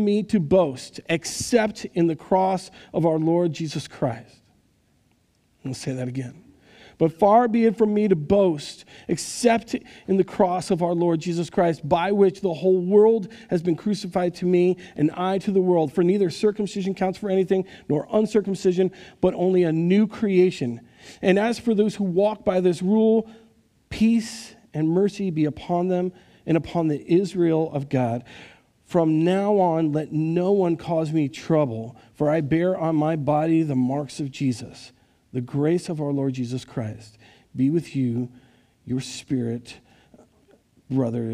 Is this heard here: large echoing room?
yes